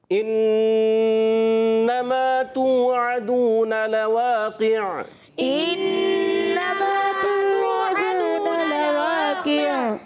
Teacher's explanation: اچھا بعض بچے کرتے ہیں یہاں پر انما این اے نہیں پڑھنا، ان ان حمزہ کو خوب واضح کر کے تحقیق سے اور جو ہے حمزہ کی زیر کو خوب واضح کریں گے